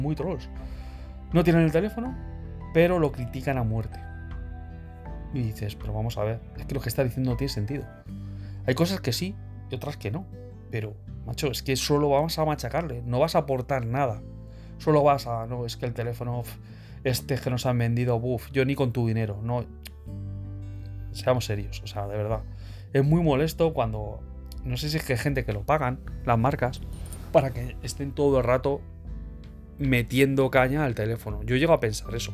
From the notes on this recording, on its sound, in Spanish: Grabado exclusivamente con el micrófono interno del teléfono movil